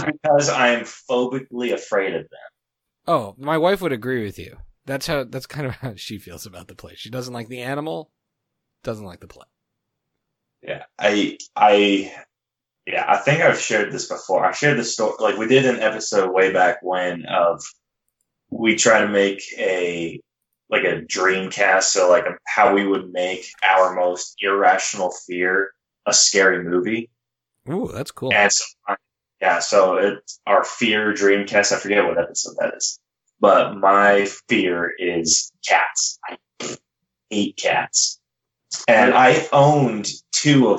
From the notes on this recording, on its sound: Technical difficulties this episode, bros. We hope you enjoy this episode regardless of our sound.